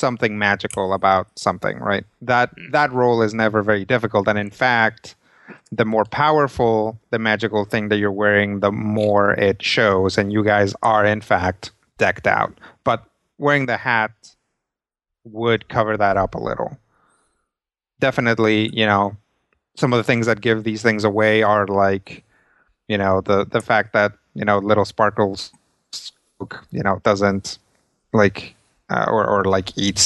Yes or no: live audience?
no